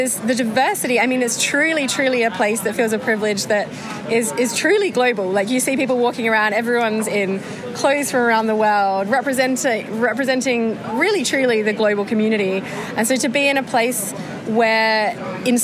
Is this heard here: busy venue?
yes